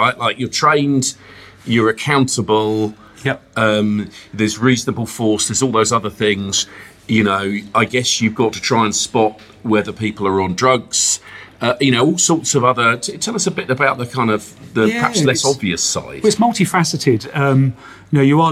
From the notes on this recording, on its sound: goes on location to The Dog House Micro Pub and Vinyl Bar at Evegate, near Ashford in Kent